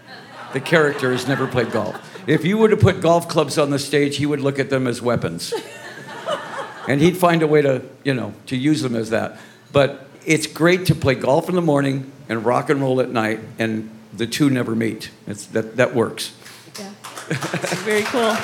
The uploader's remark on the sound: sat down in front of an audience